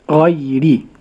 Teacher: ياء ساكنة ما قبلها مفتوح لين، راء مكسورة مرققة، أقول ري ولا أقول ري.